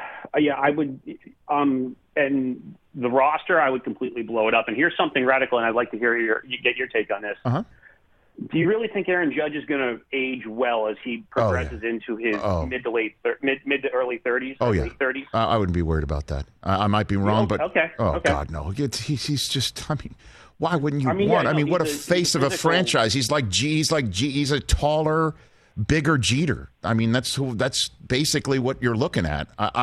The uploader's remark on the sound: takes a call from his Boston sports fan brother-in-law who calls